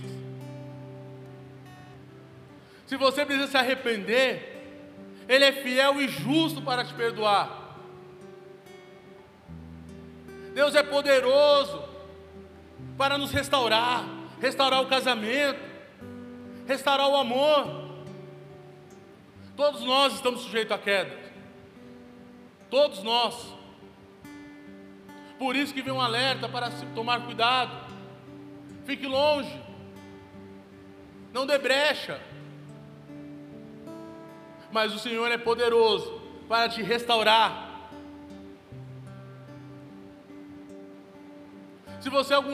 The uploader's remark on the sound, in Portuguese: Local gravação: Onda Dura Belo Horizonte